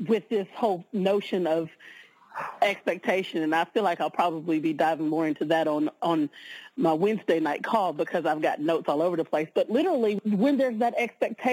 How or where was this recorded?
phone line